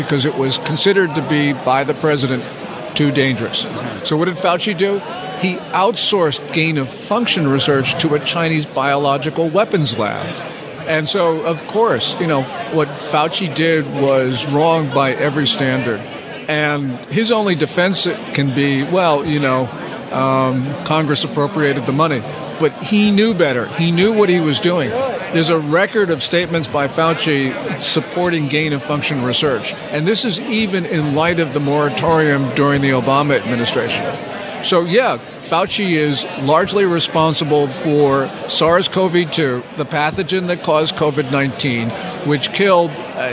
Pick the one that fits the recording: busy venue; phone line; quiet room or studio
busy venue